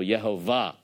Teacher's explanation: it's got the emphasis on the last syllable